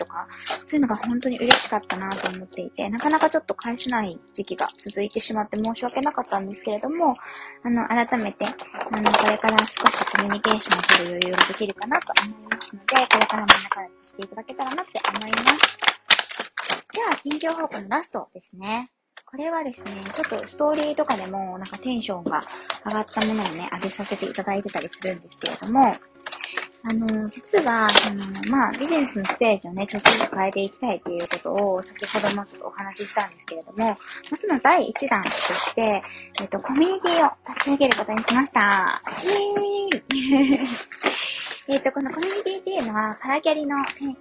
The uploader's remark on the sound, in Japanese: 雑音入り